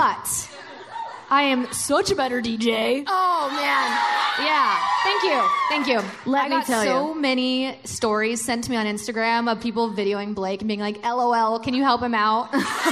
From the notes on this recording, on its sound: another live show